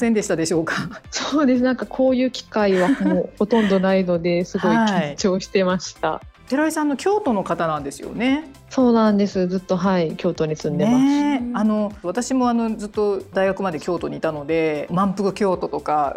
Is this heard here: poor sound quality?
no